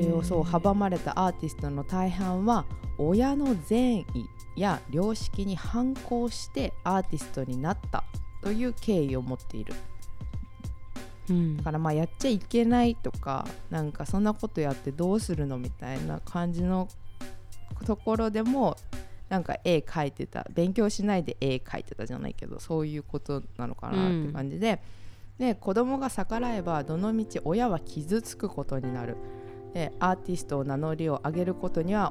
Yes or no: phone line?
no